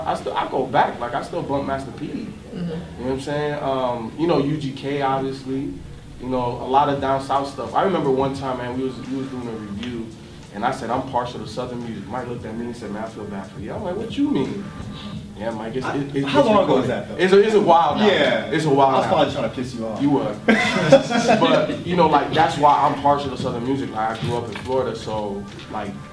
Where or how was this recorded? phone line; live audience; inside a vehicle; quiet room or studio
live audience